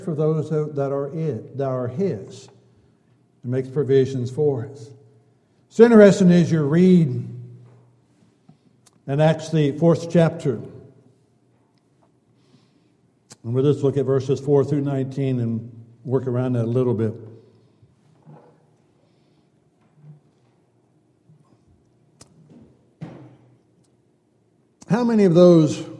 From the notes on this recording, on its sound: Downtown Church Of Christ Audio Sermon